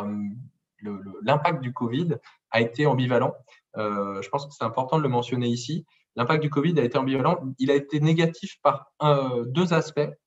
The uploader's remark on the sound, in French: Enregistré sur zoom